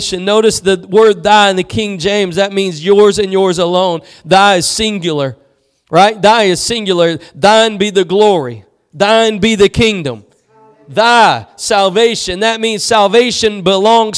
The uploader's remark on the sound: Preached at Gospel Lighthouse in Bossier City, La.